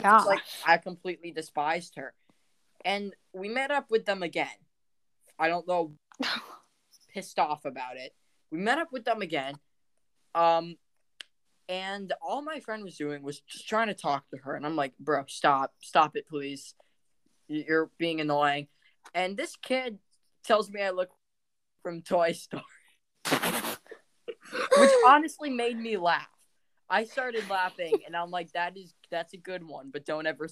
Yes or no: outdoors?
no